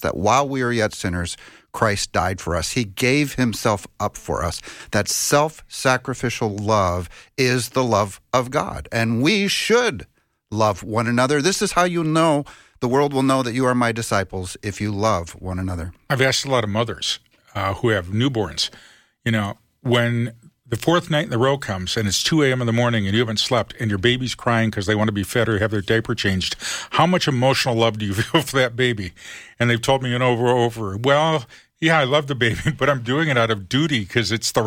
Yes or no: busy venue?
no